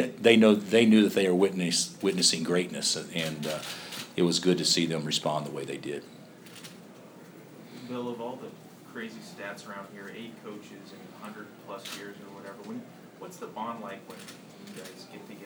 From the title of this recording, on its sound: Press Conferences & Post-Game Interviews